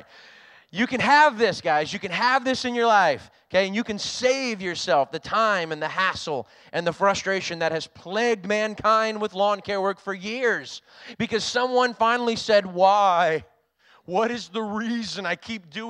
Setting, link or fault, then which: setting, large echoing room